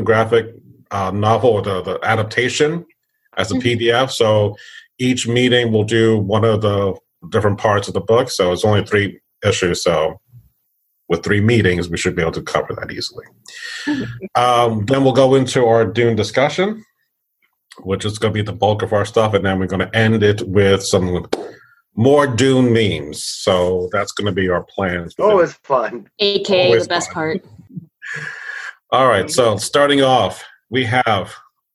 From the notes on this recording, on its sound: This recording was from a virtual library event